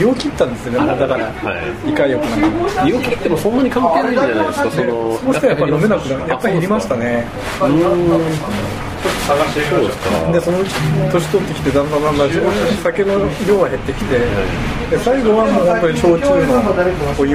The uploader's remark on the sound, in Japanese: ２０１９年４月に東京でお会いしたときの音声です。録音環境が店内のため、お聴きづらい点があることをご容赦ください。